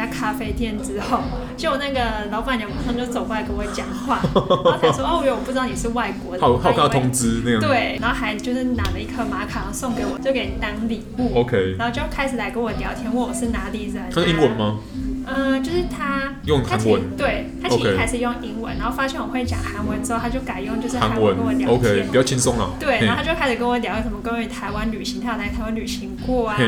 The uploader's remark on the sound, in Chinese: 本集白噪音指數：柔風級 3/5。錄音地點： Boulangerie Ours。